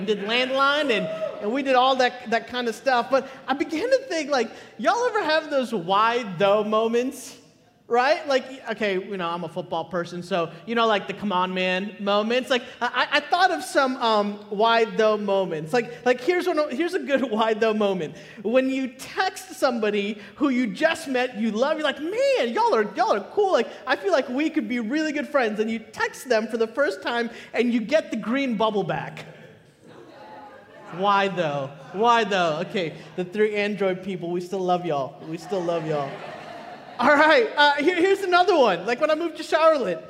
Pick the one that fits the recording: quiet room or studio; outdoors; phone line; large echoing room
large echoing room